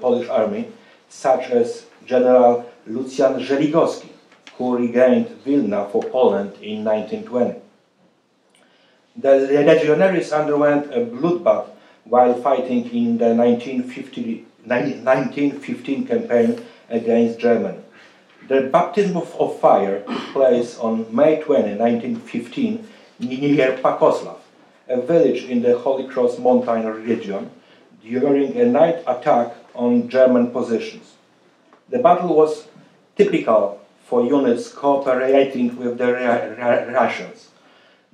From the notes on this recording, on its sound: This lecture was a part of The Ninth Annual Lady Blanka Rosential Kosciuszko Chair Spring Symposium. At The Institute of World Politics.